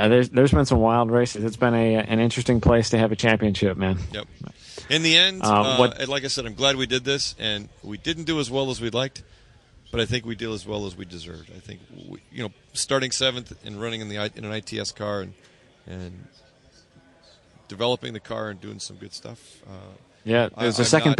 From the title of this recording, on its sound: Live from SCCA Runoffs at Daytona